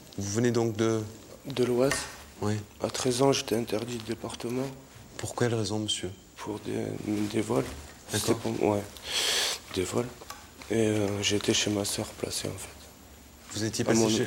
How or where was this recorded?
large echoing room